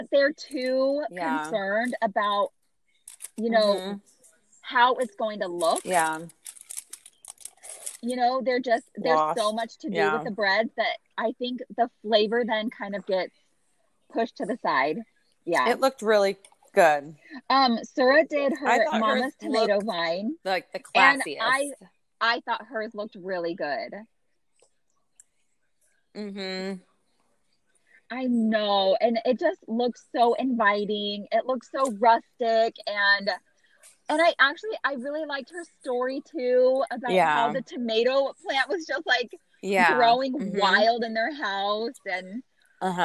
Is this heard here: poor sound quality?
yes